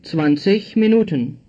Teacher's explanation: The G at the end of 20 is pronounced like the CH, as in ich.